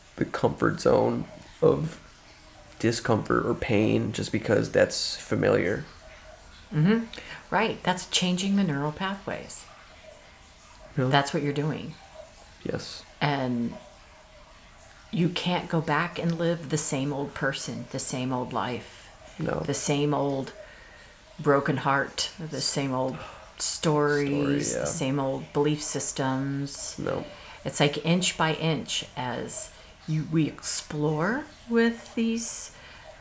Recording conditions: background noise